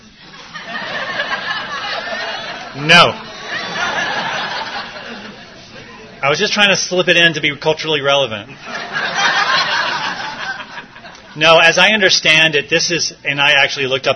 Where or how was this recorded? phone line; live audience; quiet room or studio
live audience